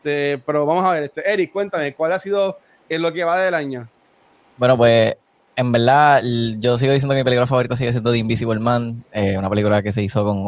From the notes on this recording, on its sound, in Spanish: Grabación de nuestro panel en el PRCC Sessions del mes de junio